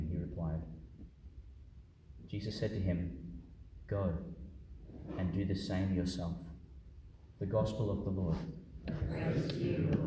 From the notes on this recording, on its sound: Homily for the Fifteenth Sunday in Ordinary Time, delivered in Our Lady Star of the Sea Church, Gladstone, Qld.